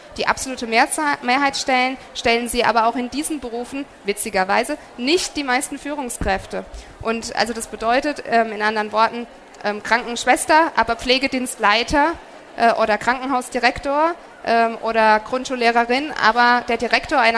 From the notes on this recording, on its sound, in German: Von der herCAREER EXPO live und aus der herCAREER-Community. Der Vortrag wurde im Rahmen der Messe herCAREER 2021 aufgezeichnet.